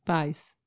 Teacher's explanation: de forma rápida e natural. A gente acaba acrescentando a letra I. Paz. No finalzinho, é.